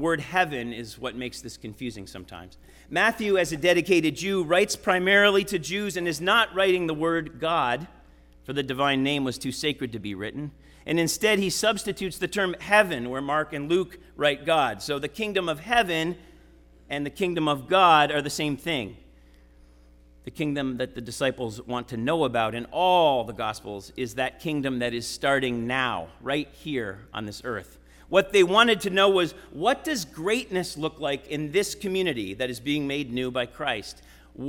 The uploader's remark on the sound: Sermon preached at RCHP on September 10, 2023.